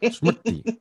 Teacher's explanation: with the retroflex R